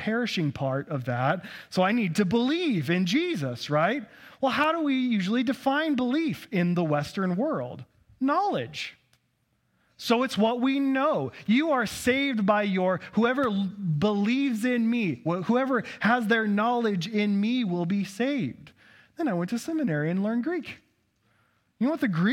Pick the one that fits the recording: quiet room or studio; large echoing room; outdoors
large echoing room